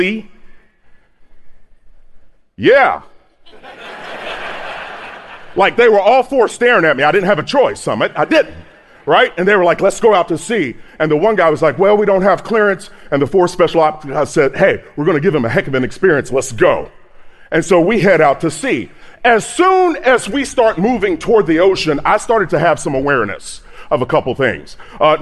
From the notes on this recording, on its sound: EntreLeadership Summit 2019. On our Live From Summit stage. This sold-out crowd.